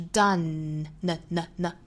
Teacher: 最后舌尖是抵上齿龈发 n n 的发音的，所以 done 鼻腔发声 · Term: 前后鼻音